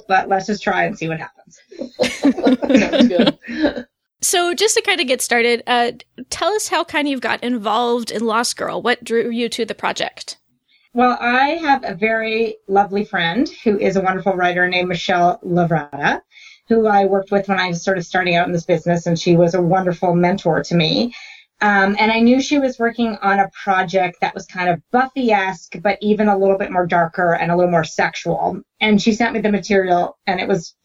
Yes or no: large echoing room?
no